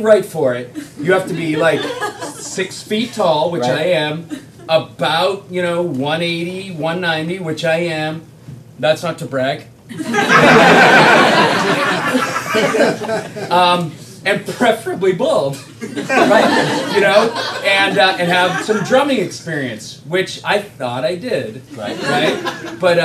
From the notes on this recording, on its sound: Recorded live from UCB-LA.